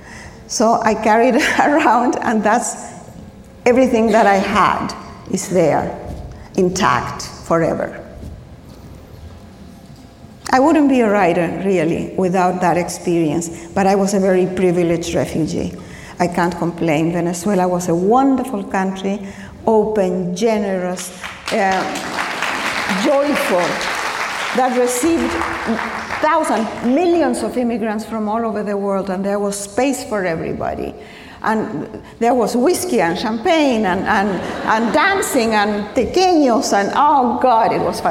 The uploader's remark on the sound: LIVE at the 92Y. Joined our host on stage before a live audience at NYC's 92Y.